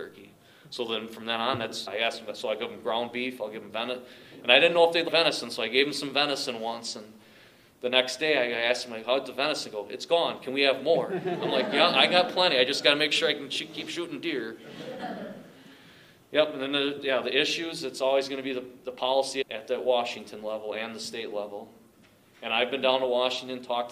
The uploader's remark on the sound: A Panel Discussion from the World Dairy Expo hosted by NMPF YC.